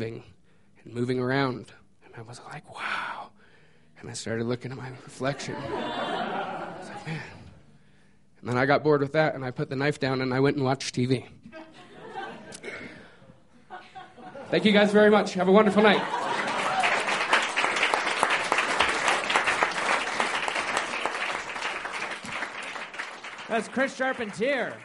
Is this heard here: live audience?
yes